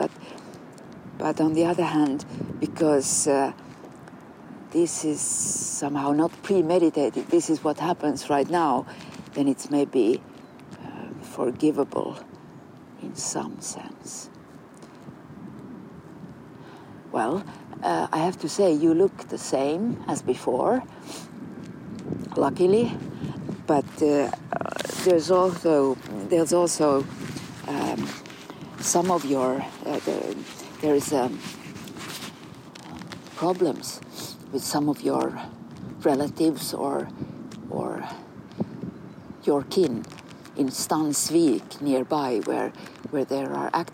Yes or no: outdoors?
yes